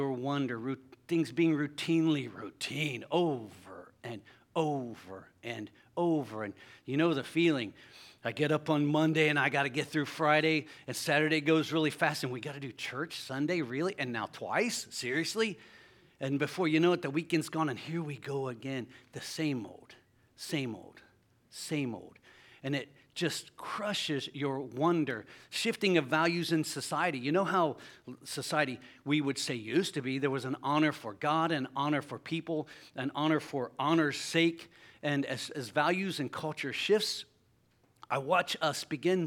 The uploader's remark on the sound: LIVE Services at Sunshine